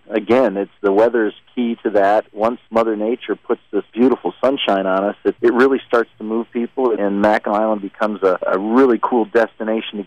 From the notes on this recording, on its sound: Called into the Shopping Show this morning. First appeared on Sunny 101.9 - Marquette, Michigan Radio- mediaBrew Communications.